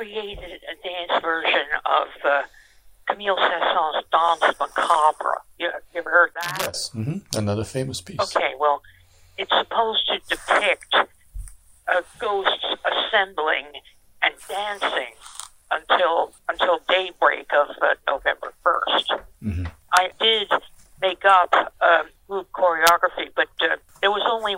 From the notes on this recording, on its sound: Live from Cape May. Phone interview.